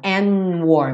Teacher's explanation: Aqui ele comeu o D do and.